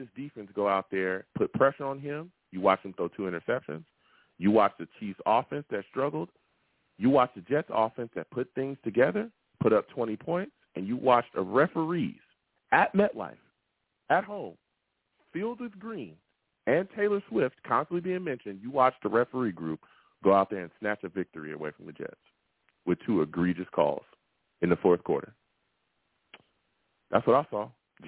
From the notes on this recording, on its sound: Tonight, live after the Sunday night game we sat down and discussed the Jets loss to the Chiefs! I take live calls!